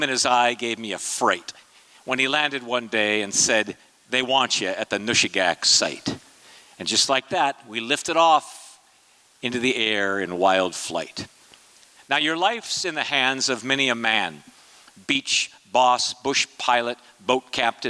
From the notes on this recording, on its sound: These performances were recorded at the Liberty Theatre in Astoria, OR on Friday, February 24th, 2023.